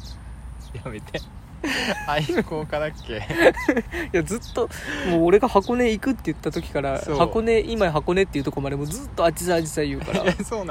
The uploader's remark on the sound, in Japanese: 河原で収録しているので、日常感が凄い。2人組。笑い声あり。